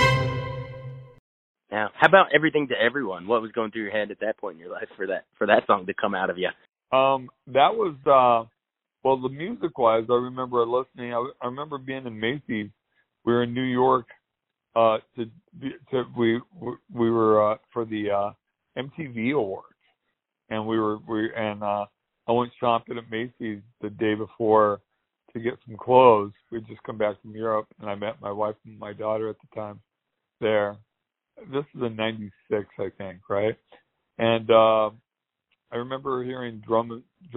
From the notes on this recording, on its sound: They spoke over the phone